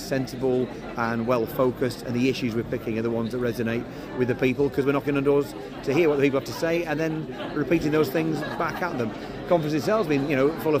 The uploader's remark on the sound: This episode is the first in a series of on-location special dispatches from the party conferences. In Bournemouth this weekend.